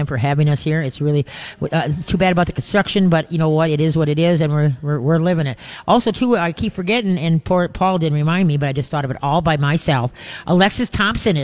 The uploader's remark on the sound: LIVE from Urban Tails for Pinky Swear!